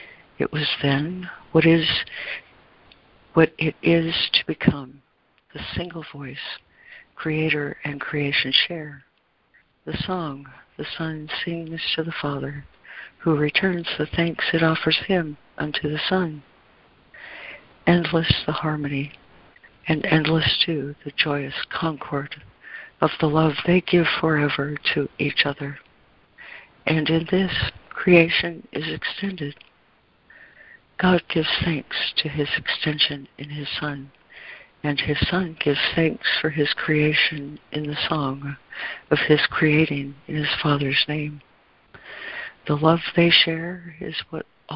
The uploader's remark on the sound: ACIM Daily Conference Call